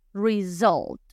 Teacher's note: la S vibra como si fuera una Z